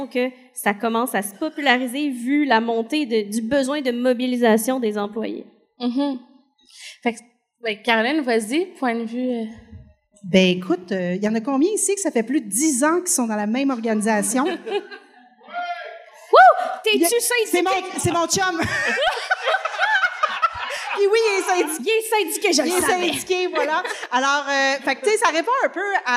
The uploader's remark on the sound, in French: Live devant public. Enregistré en «live» devant public.